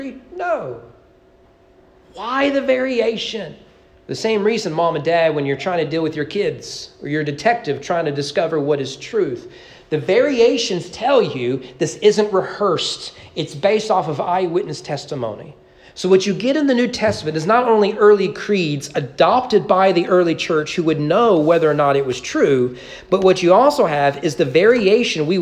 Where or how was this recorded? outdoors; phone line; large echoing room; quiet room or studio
large echoing room